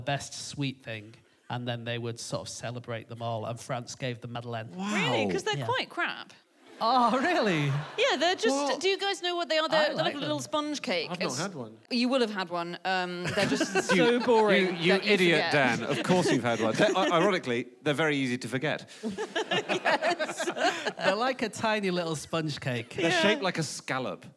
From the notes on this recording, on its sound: Live from the Bloomsbury Theatre, London